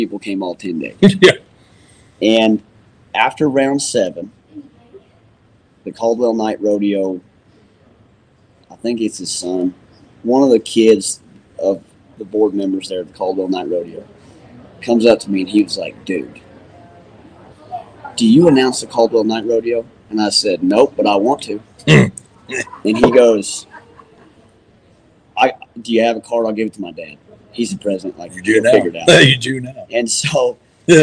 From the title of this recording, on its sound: LIVE FROM CFD OLD WEST MUSEUM